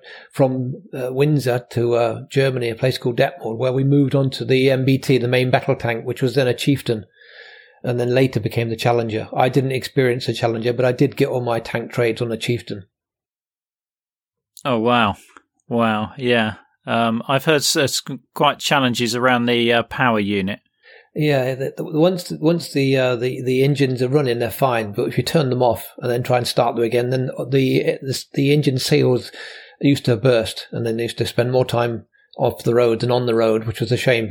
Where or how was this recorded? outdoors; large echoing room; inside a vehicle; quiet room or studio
quiet room or studio